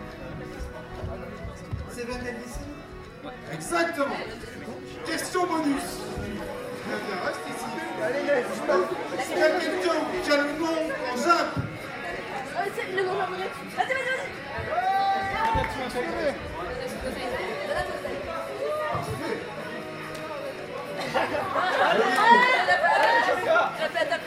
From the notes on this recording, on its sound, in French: Dernier enregistrement réalisé lors de Jap In Tarn 2017. Dernier enregistrement réalisé lors de Jap In Tarn 2017, le célèbre quiz de l'association Shiawa .